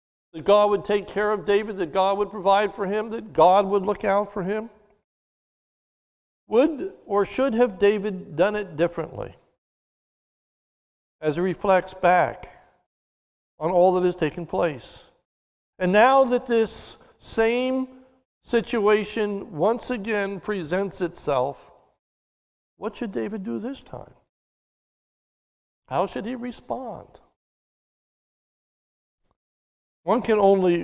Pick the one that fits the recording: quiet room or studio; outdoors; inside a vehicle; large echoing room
large echoing room